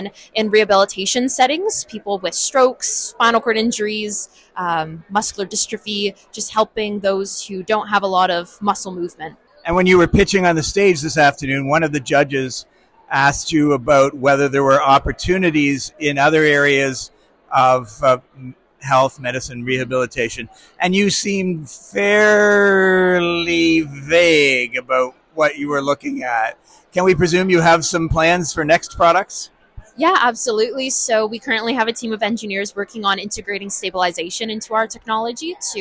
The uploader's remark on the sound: LIVE at the Startup Canada Tour 2023. We brought our podcast mic to the fifth and final Startup Canada Tour stop in Brampton. Hear from entrepreneurs who took part in the Pop-up Pitch Competition.